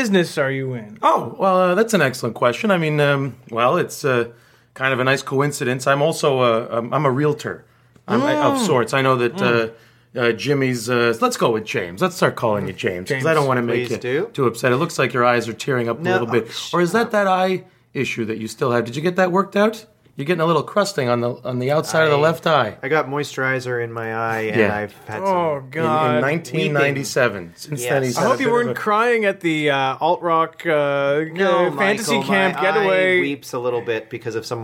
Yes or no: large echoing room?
no